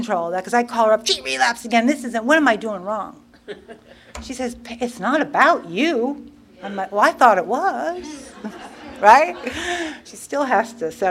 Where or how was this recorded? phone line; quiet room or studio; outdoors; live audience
live audience